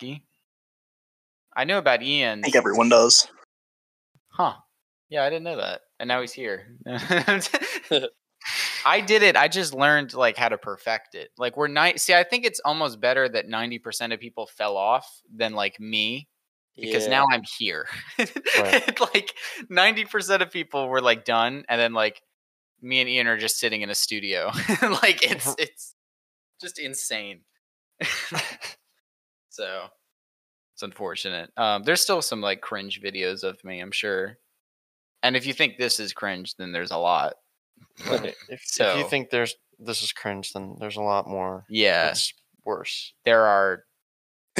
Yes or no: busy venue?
no